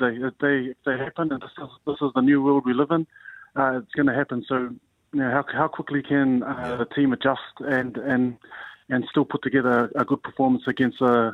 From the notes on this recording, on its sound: We were joined on the phone